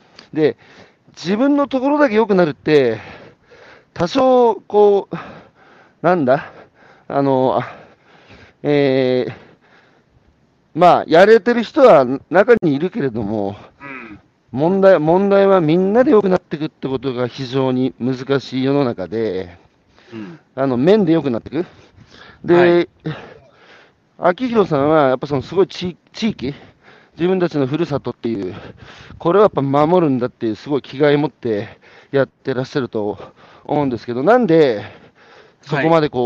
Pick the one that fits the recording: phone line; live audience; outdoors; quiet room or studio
outdoors